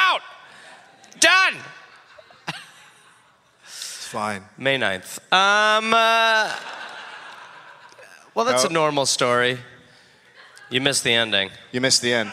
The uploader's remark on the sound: Recorded live in Houston.